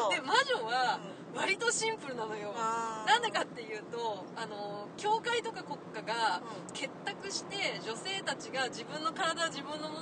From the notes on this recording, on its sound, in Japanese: の最終日を見てトークショーも見てきた当日の車内で無計画に収録したよ！車の中の雑音やナビの音が入っていて臨場感があります。。。突然始まっていろいろしゃべって突然終わるライブ感満載な回になっています。